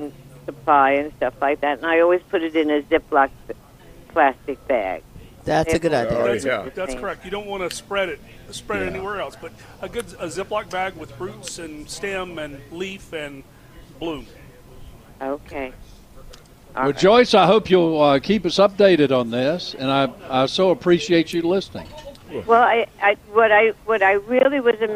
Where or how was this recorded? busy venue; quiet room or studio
busy venue